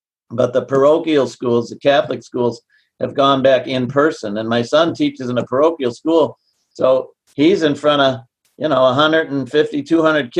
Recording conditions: video call